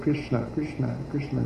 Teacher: Uh, it's tapping when you say Krishna, it should tap the roof, the tip of the tongue taps the roof